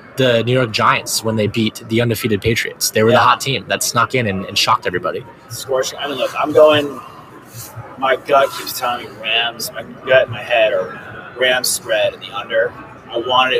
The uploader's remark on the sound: Live from Super Bowl Media Row